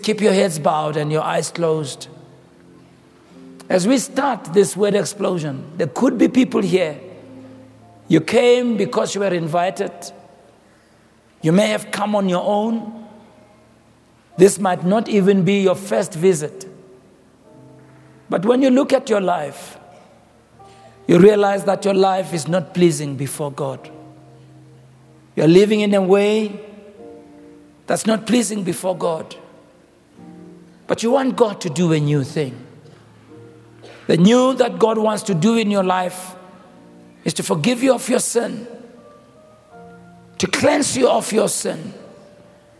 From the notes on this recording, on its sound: preached on the 03rd of October, 2023 at our Annual Homecoming Conference, Word Explosion 2023